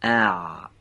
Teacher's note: حرف اول به صورت نازک از وسط حلق تلفظ میشه · Term: حرف عین